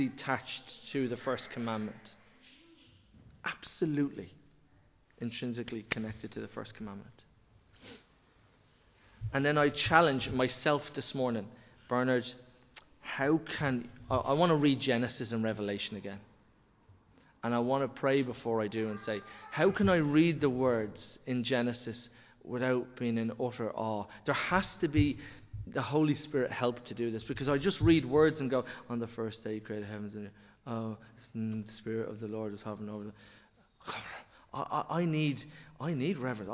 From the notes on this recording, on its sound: Recorded live in Liberty Church on 23 January 2023